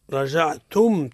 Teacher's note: الراء حكمها التفخيم لأنها متحركة بالفتح، ثم الميم ساكن عند التاء حكمها الإظهار